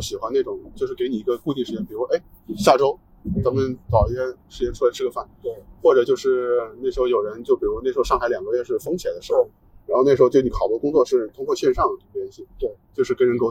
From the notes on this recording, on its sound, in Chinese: 本期为户外录音，音质不佳敬请谅解。